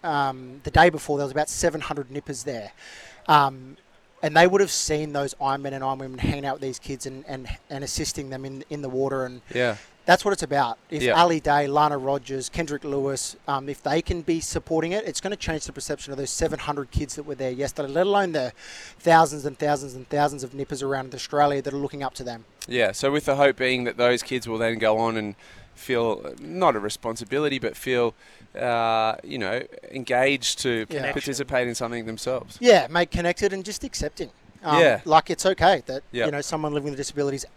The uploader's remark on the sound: Live at Manly beach